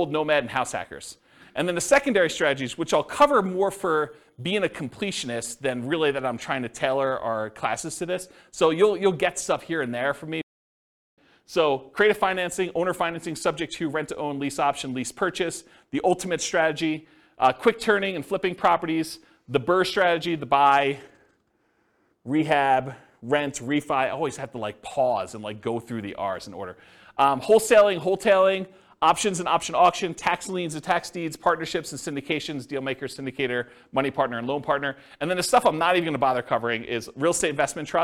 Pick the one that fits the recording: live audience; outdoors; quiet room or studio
live audience